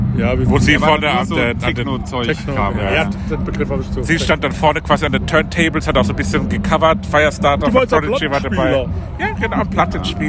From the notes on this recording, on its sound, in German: Maifeld Derby 2023. Wir nehmen euch mit aufs Festivalgelände.